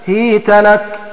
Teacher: يقرآن بهاء مكسورة وبعدها ياء ساكنة مع فتح التاء